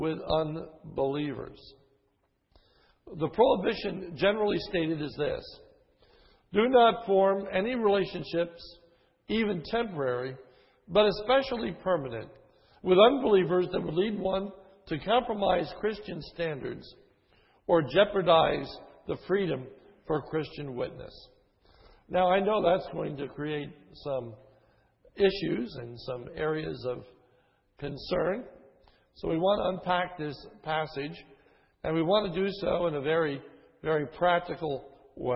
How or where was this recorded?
large echoing room